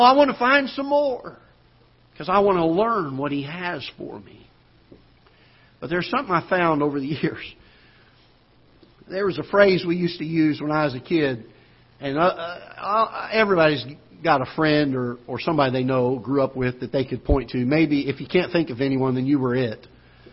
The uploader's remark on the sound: Ketha Heights Baptist Church ~ Live Broadcast